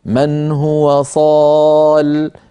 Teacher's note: قال من هو صال من غير ياء في آخرها